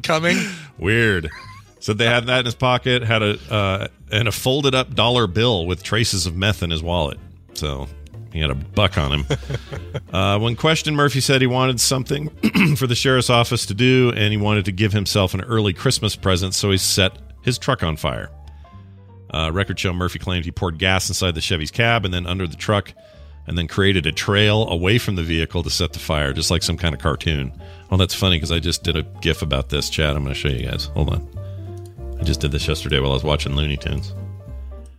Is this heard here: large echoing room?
no